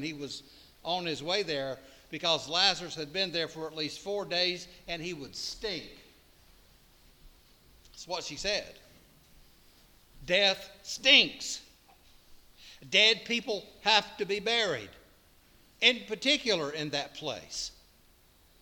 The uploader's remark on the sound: preached at All Saints Anglican Church in Charlottesville, VA on September 24, 2023